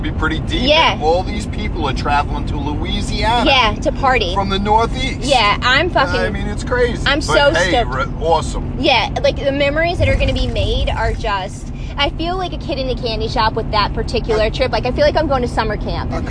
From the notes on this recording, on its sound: Our first podcast of the season in the car as we head to our 5th Annual Winters Kiss.